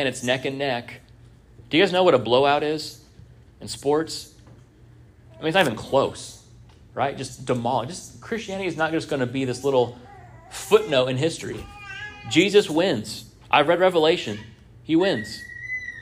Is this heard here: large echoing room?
yes